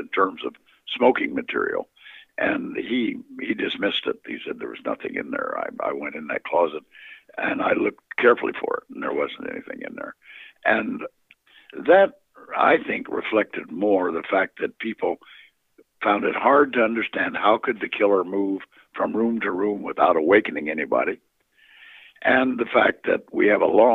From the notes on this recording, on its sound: Phone interview.